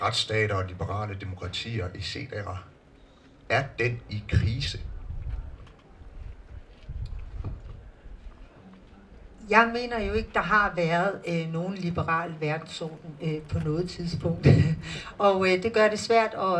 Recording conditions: busy venue